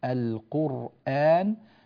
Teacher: تبقى الراء ساكنة والهمزة مفتوحة محققة. القرآن، وذلك بسبب أن هذا النقل لا يقع في وسط الكلمة، إنما يكون النقل لحركة الهمزة إلى الساكن الذي قبلها بشرط انفصال كلمتين عن بعضهما البعض، فلا نقول القرآن.